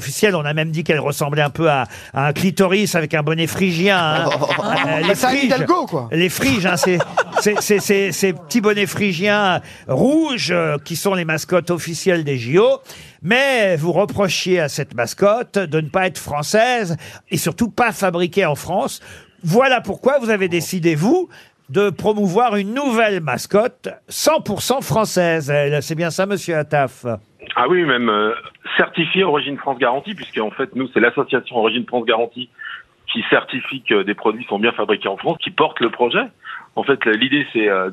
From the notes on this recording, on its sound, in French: les Grosses Têtes ont eu au téléphone